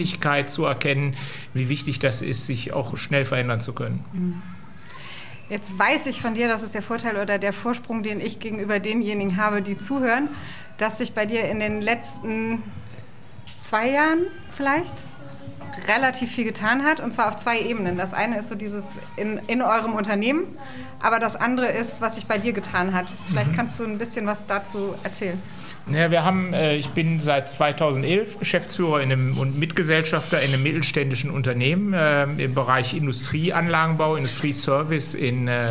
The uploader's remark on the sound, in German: Special insofern, weil diese Folge eine Live-Aufnahme war. Wir sind vor einigen Wochen in neue Büroräume gezogen und haben unsere Einweihungsfeier genutzt, um einen kleinen Live-Podcast zu machen.